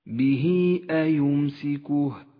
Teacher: به أيمسكه، جاءت هاء الضمير وقبلها حرف متحرك وبعدها الهمزة، يسمى مد الصلة الكبرى، وهو مد جائز، قصرنا مده على حركتين